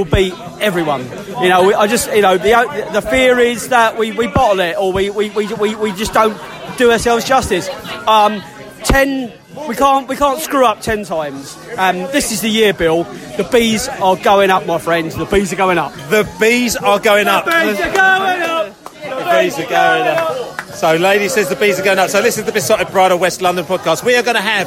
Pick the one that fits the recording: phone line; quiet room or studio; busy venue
busy venue